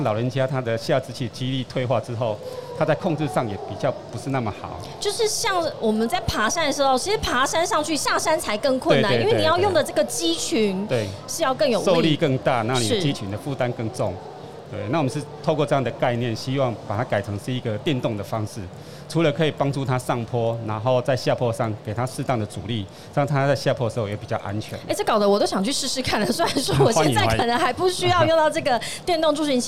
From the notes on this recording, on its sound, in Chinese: 2022 Medical Taiwan台灣國際醫療暨健康照護展 -Live Podcast。